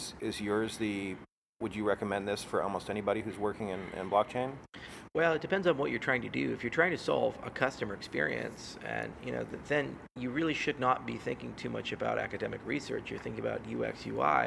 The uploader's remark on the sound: We recorded this episode live in Miami at his event.